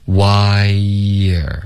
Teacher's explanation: 这个 R 我们会弱读成 R Y 跟 R 之间会添加一个很轻的一个耶音